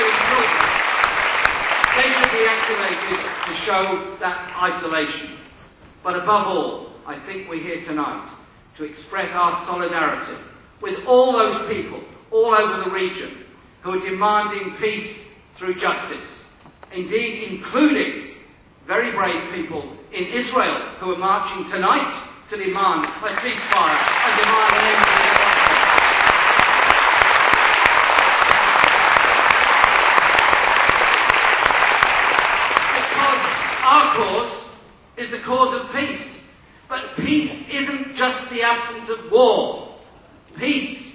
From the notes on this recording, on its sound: speech to 1500 people at the Stop the War meeting held at Friends Meeting House, Euston, London, Monday July 17th 2006